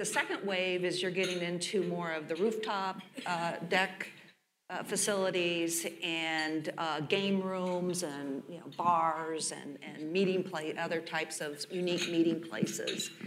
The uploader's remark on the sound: Chicago Luncheon Mar 10, 2016. A lively panel discussion.